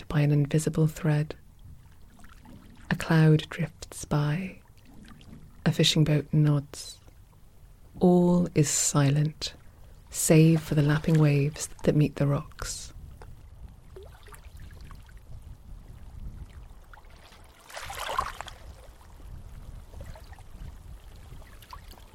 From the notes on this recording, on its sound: Relax on the shore of the Hebridean island of Eigg. You hear the waves on Eigg’s rocky shores, a distant breeze, perhaps.